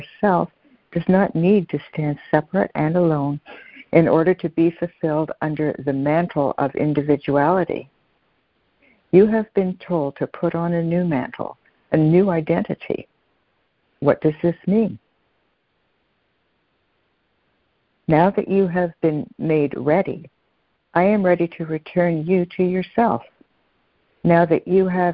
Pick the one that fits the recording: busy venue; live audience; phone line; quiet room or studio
phone line